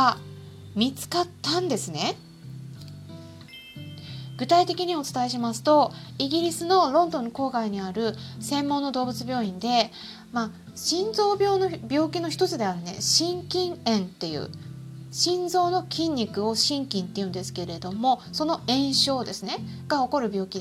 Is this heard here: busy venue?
no